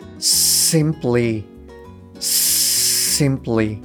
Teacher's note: 「う」「う」の音がですね入らないようにっていうのを気をつけてください